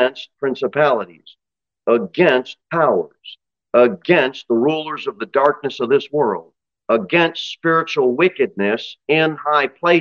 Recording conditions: large echoing room